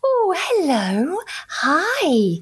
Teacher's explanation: You're like, oh, hello, hi, and you you really modulate. You you have these big sweeping um, tone changes, and everything's much higher pitched. And you really draw out your well, you emphasize everything, don't you? · Term: parentese